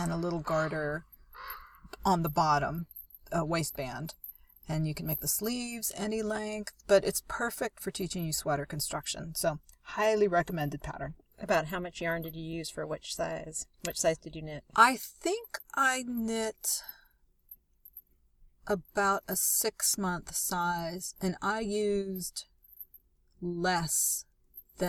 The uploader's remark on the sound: we record in the redwoods